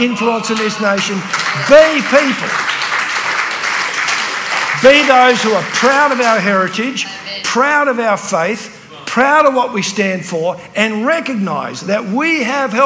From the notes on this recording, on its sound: at the CRC National Conference in 2023 held at Diggerland Church in Redcliffe Victoria